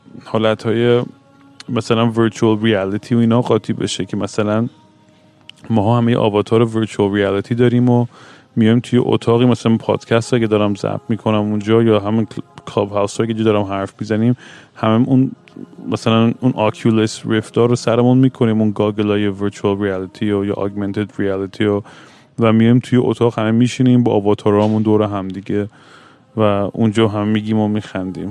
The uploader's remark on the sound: Once again I am at an airport rambling nonsense into the microphone. Airport Sessions.